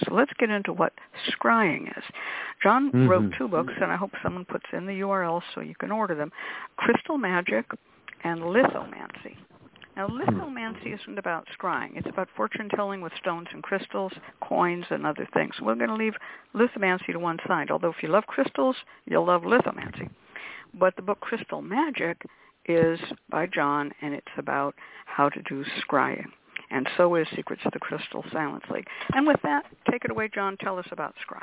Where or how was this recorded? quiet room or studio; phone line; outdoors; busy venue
phone line